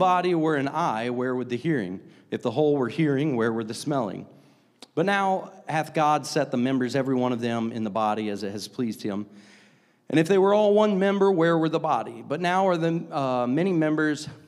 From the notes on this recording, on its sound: a service recording from Connect Point UPC